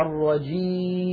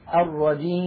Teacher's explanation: سددت الأنف الآن ولم يتغير الصوت، فنطقنا كان بياء صحيحة خالية من الغنة · Shown in: first take · أما لو قلنا الرجيم نلاحظ بأن الصوت يختل بسبب سد الأنف وفتحه.